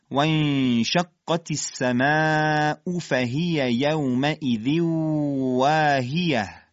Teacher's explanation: مواظب باشید که کسره هاتون عربی باشه و یه وقت حالت فارسی به خودش نگیره